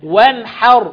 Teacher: والره طبعا أيضا مفخمة وصلا ووقفا لأنها ساكنة وما قبلها مفتوح